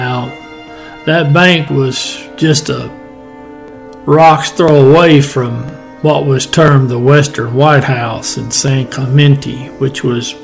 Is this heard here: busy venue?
no